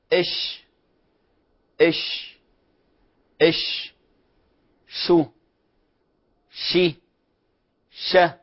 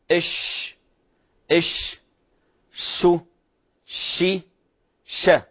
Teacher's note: حينما ننطق حرف الشين فإن صوته ينتشر في الفم ويخرج حتى يصطدم في صفحة الثنايا الأسنان العليا ويسمع له صوت انتشار. · Term: التفشي